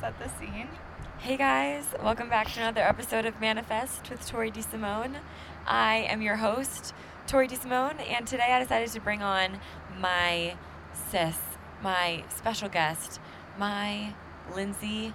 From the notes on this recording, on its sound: We recorded this while I was on my flight to Jamaica. Decided to bring out the mics and record an episode to take my mind off of it even more and it helped so much.